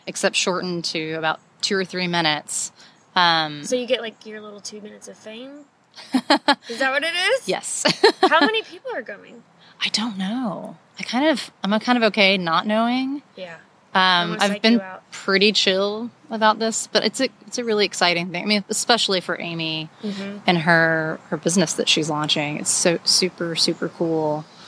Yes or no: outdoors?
yes